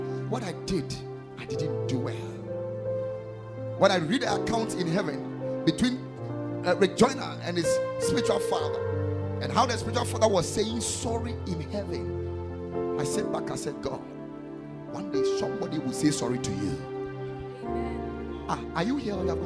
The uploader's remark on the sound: Preached at the Ekklesia Chapel.